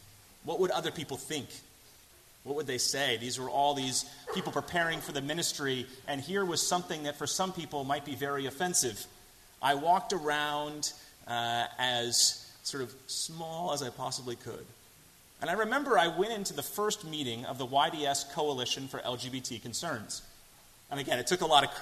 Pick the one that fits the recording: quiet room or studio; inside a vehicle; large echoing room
large echoing room